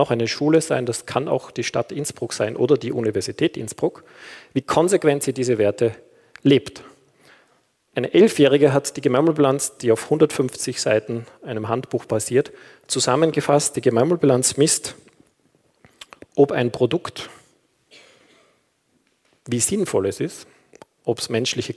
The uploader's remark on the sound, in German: Ihr hört einen Vortrag. Der im Rahmen einer universitären Veranstaltungsreihe in der Theologischen Fakultät Innsbruck stattgefunden hat.